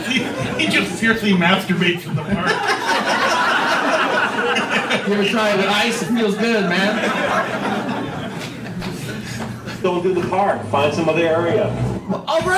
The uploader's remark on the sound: Live From Vancouver